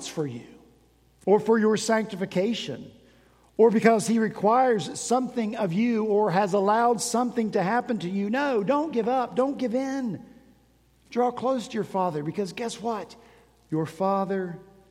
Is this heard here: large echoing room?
yes